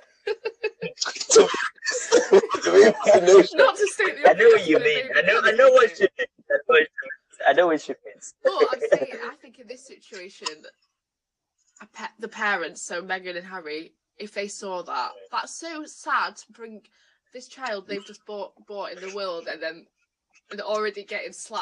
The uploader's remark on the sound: BE AWARE OF SOUND ISSUES.